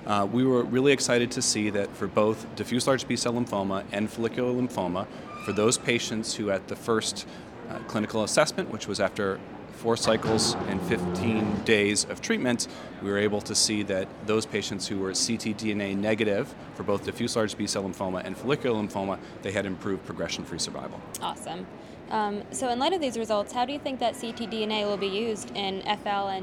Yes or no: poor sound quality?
no